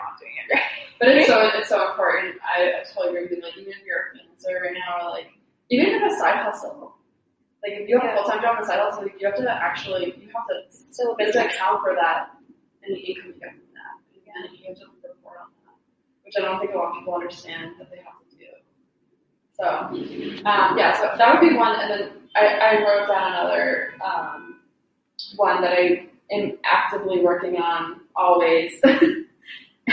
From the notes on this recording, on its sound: the audio is a little echoey so bear with us